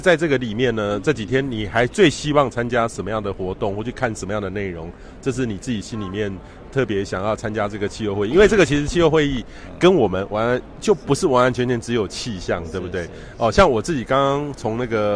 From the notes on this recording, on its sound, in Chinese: 西班牙馬德里 COP25 現場